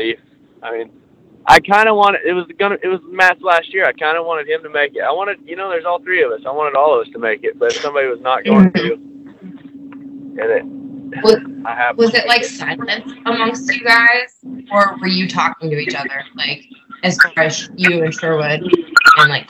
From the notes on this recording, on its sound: This off the cuff phone call came together as an interview for this podcast.